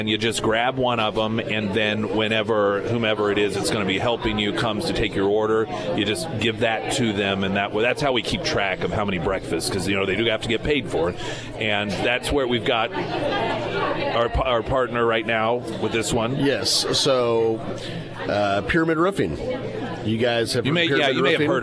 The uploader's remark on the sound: Live at Scramblers Diner.